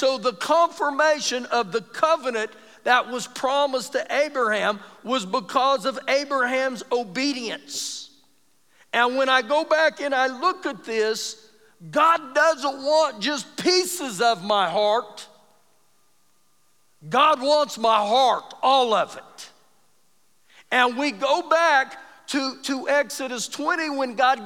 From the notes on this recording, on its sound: Recorded live during our Wednesday night service.